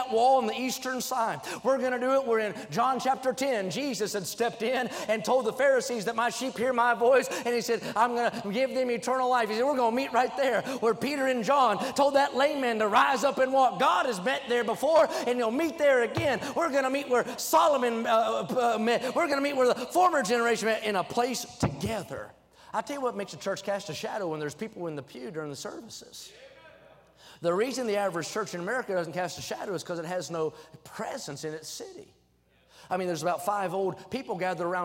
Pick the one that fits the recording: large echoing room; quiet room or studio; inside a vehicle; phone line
large echoing room